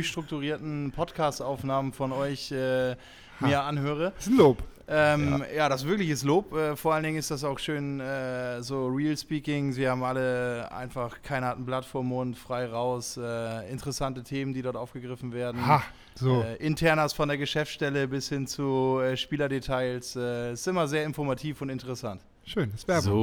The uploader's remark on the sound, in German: Live-Podcast aus dem Electra Store in Hamburg. Das war das Setting des ersten "Anruf in Anwesenheit" Live-Podcasts.